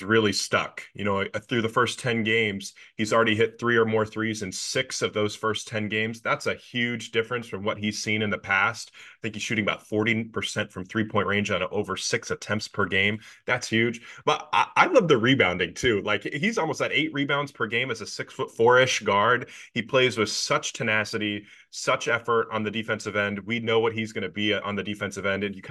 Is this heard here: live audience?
no